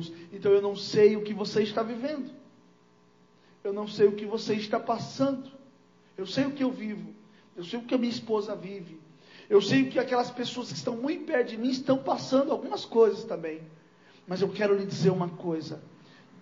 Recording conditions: large echoing room